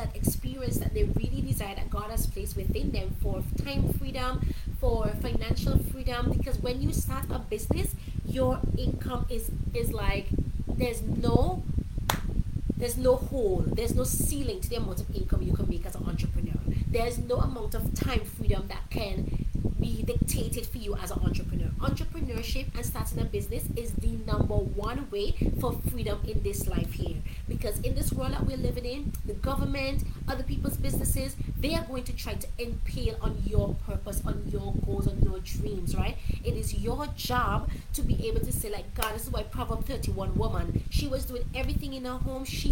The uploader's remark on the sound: In this episode I went live from my old bedroom back in my parents house in SVG. It was super hot so the fan was on, therefore, the audio is not the best.